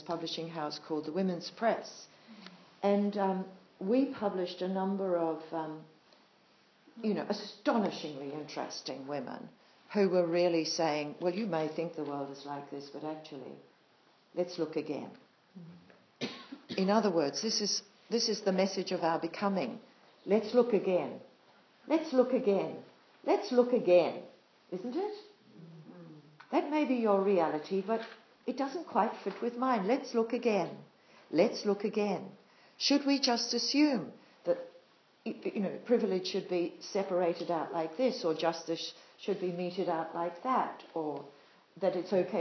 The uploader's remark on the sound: Live recording of retreat talk. At Mana Retreat Centre, NZ.